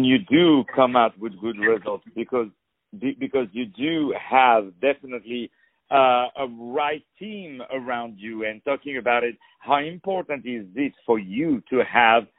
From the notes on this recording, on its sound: On the phone